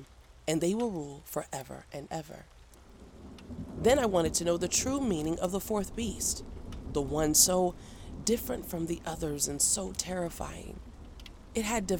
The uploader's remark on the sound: Enjoy the soothing sounds of a crackling fireplace and a quiet thunderstorm as a backdrop to the reading. Fall asleep to a dramatized reading of the Bible, including music, nature sounds, and sound effects.